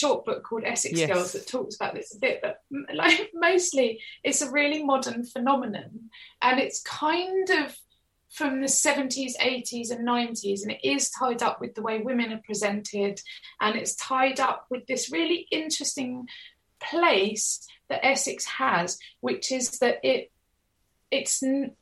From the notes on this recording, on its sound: get her on the Zoom, for a natter